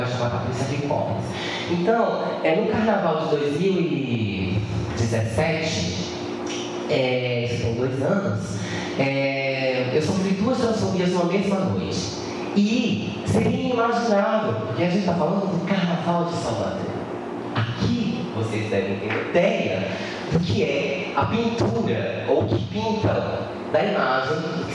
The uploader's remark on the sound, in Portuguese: A gravacão foi realizada no Seminário Perspectivas da violência e a população LGBT+: Fortalecendo redes e resistências, ocorrido em dezembro de 2019, na Universidade do Vale do Rio dos Sinos, em São Leopoldo. O evento foi promovido pelos Programas de Pós-Graduação em Saúde Coletiva e em Ciências Sociais da Unisinos.